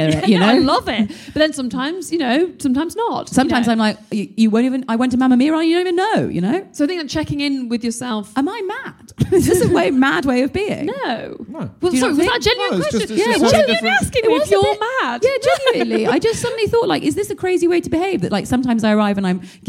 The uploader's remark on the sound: Live at the London Podcast Festival. Recorded by London Podcast Festival.